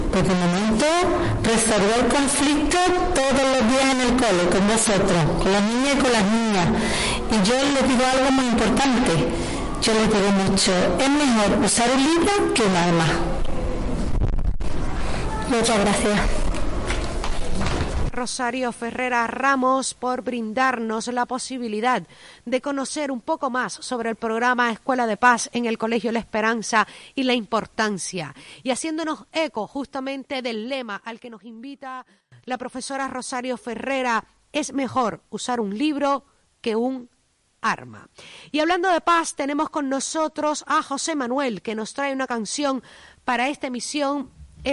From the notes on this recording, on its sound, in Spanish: Radio Cantillana emitió en directo desde la Casa de la Cultura de Cantillana